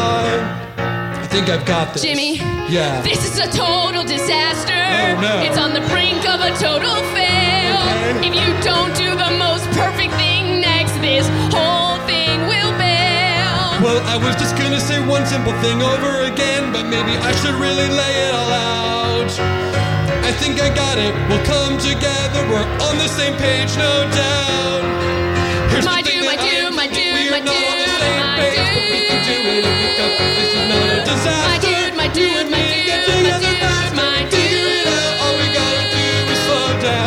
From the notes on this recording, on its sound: The following was recored live 9-19-2023 at Mississippi Studios in Portland Oregon. This was the 2nd of two shows played last night.